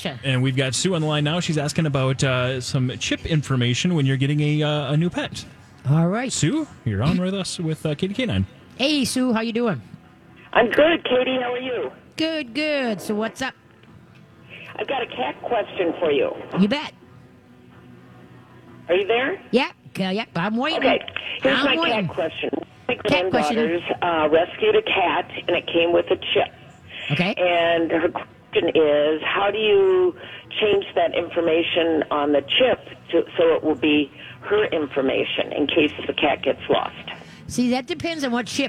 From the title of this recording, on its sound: takes calls from the fair